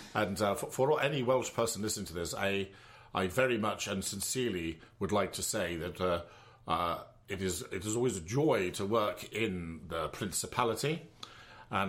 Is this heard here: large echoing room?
no